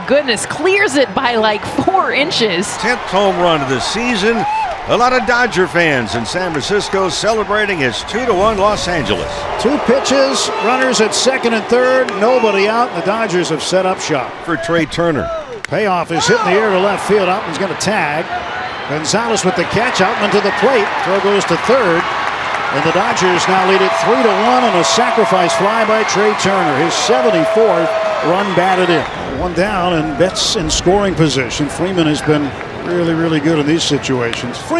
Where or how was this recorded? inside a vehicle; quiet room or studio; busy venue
busy venue